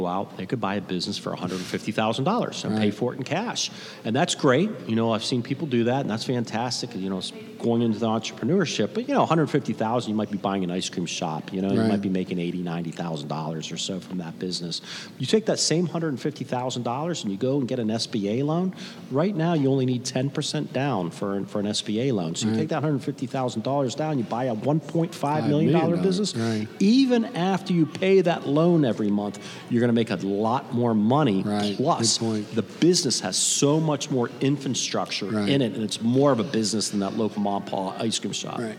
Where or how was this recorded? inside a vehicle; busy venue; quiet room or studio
busy venue